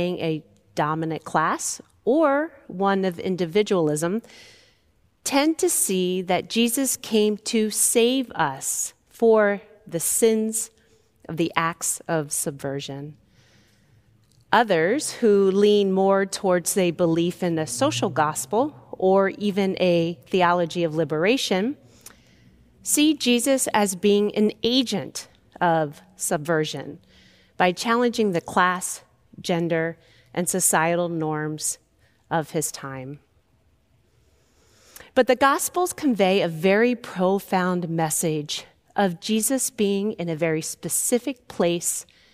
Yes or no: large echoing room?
yes